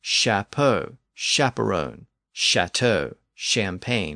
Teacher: in later French, that CHA or cha sound shifted to an SHA or sha sound. So we got words like chapeau, chaperone, chateau, champagne, and so on.